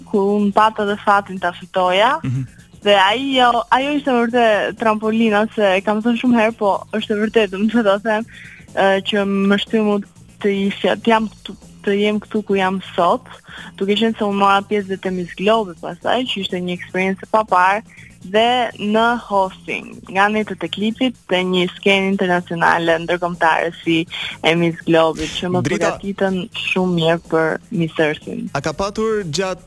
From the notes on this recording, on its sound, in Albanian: E ftuar në një lidhje telefonike për “Live From Tirana”